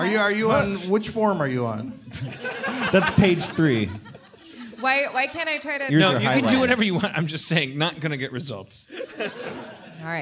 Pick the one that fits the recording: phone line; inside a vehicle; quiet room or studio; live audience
live audience